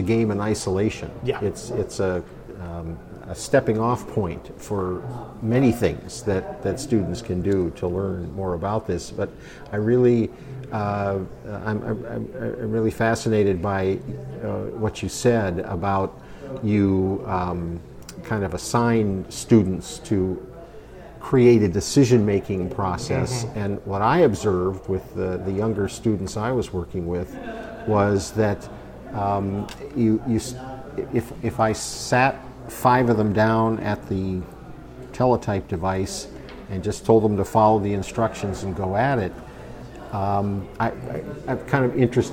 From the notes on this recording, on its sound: This episode was recorded at GDC 17.